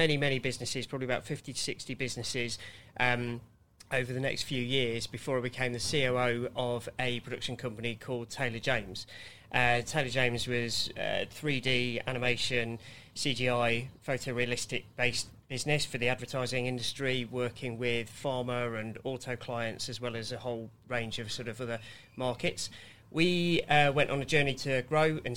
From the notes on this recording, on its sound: The Exit Plan Live Recording. A live conversation taped at the Riding House Cafe in Fitzrovia.